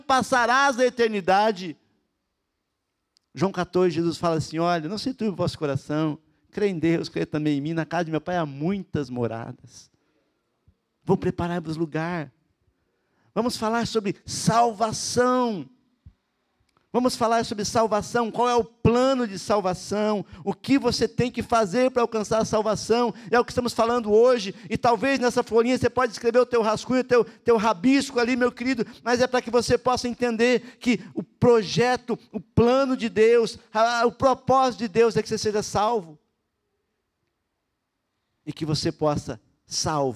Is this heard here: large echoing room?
yes